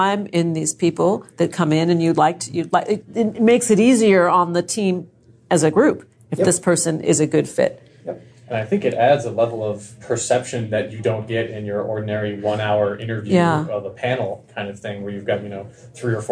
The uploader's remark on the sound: At the Positive Business Conference